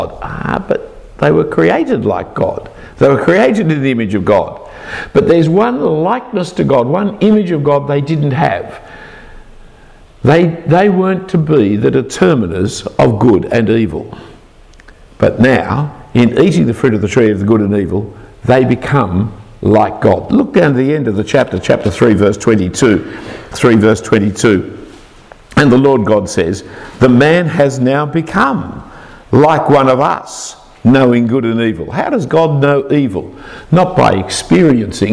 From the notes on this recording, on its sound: A talk given to Ministry Trainees at All Saints Church in Belfast, UK